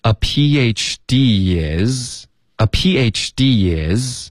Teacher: D 跟 is 它连读了，添加了一个 y